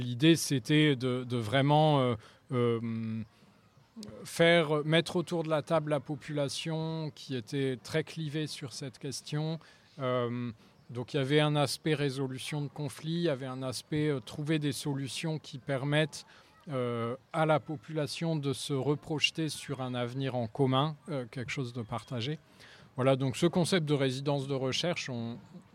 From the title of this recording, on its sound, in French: en direct de la Biennale des Villes en transition de Grenoble